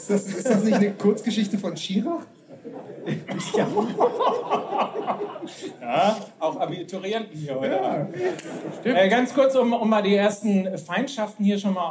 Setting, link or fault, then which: setting, live audience